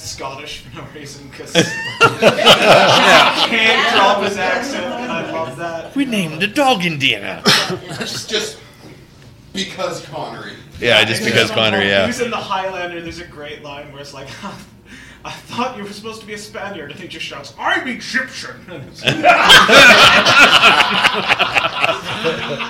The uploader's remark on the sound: Live From Keycon